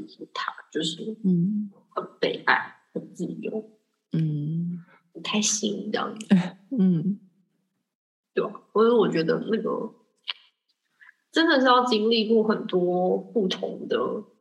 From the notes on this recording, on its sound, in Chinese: 這集因為遠端連線，錄音品質比較差一點